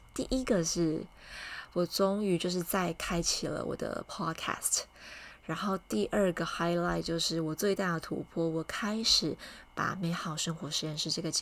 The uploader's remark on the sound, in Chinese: 這次錄音環境比較吵雜、還有外面的放鞭炮的聲音